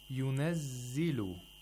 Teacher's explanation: the timing of za should be more than the other characteristics, such as shidda and tawassut. · Term: rakhawa